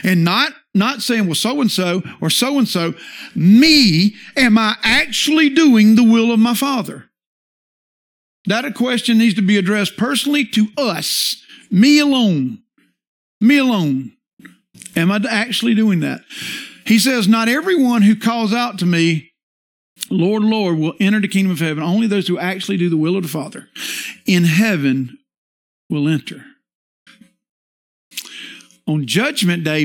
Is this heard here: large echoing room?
yes